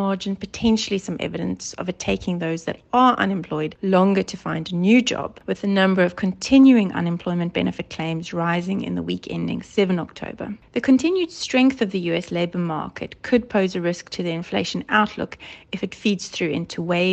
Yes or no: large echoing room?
no